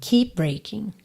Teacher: keep você não ouve até porque já junta no B de breaking. Keep breaking, tá?